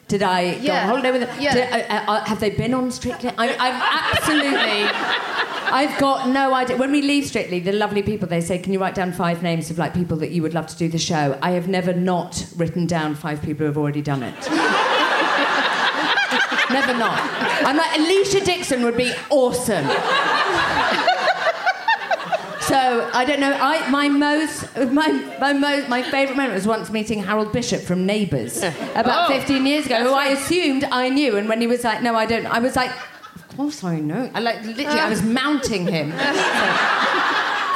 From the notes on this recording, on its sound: Recorded at Leicester Square Theatre on January 11, 2017.